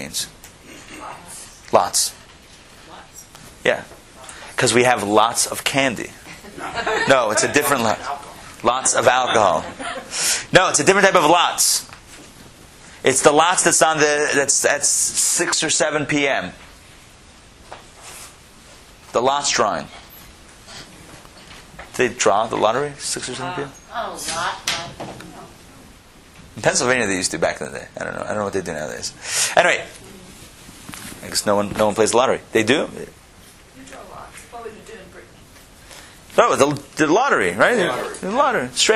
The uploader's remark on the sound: Recorded live at Atlanta